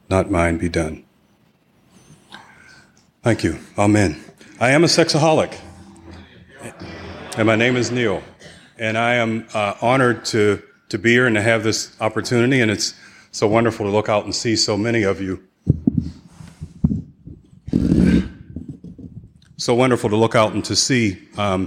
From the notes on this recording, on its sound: 2016 San Diego Conference Keynote Speaker.